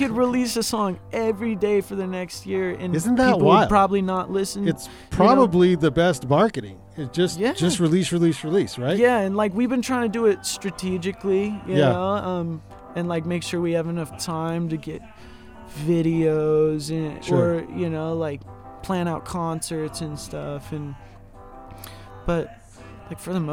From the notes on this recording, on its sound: BACK IN THE VAN IN THE BRUE HAUS DRIVEWAY! Recorded during Ogden's First Friday Art Stroll.